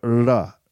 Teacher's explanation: like a rhotic R with the tongue closer to the roof of the mouth